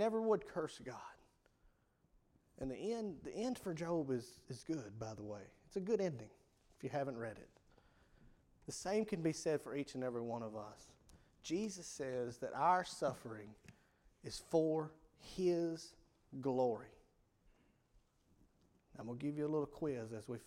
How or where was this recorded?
large echoing room